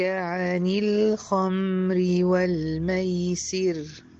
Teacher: الخمر بقت الكلمة مرققة، والميسر كلها مرققة. انتبه برضو الميسر، هتلاقي زمن الياء أطول عندك من زمن اللام.